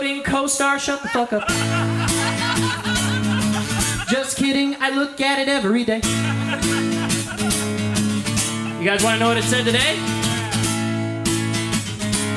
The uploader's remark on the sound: Recorded live at Late at the Lake, at Mozart's Coffee Roasters in Austin, Texas.